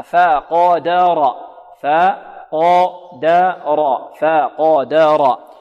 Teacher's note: الفاء هنا مرققة والقاف مفخمة والدال مرققة والراء مفخمة